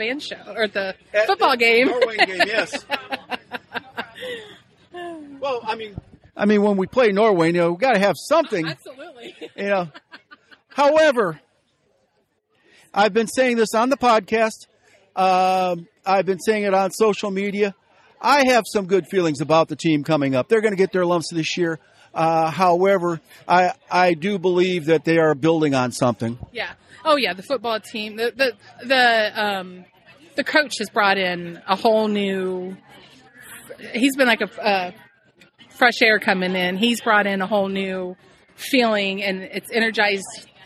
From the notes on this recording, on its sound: Special Edition. Bandboosters at the Sleepwalker Festival.